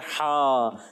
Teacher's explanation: ہا حلق کے درمیان والے حصے سے ادا ہوتا ہے اور یہاں حرف مدہ ہے ہا الف زبر ہا جی ہاں